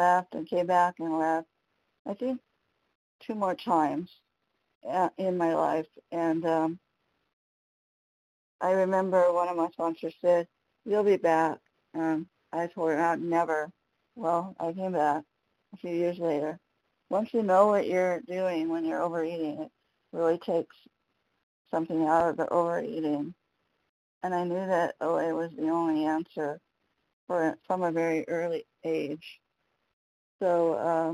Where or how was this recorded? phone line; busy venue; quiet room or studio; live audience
phone line